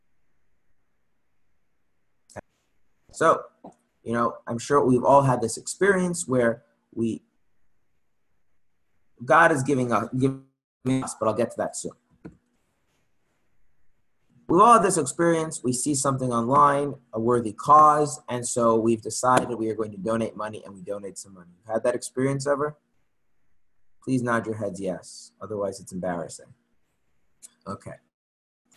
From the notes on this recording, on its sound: Zoom Class